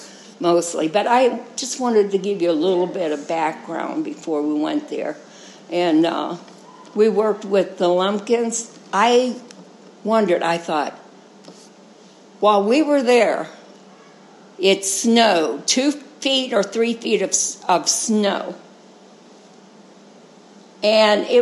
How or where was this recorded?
large echoing room